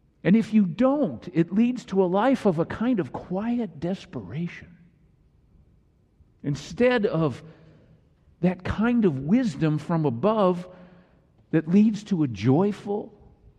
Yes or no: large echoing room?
yes